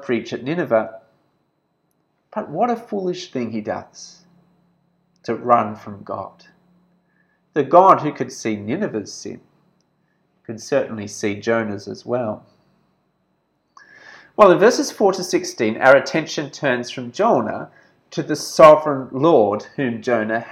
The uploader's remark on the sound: This sermon was preached at St George's Church, Penang on 24th February 2021.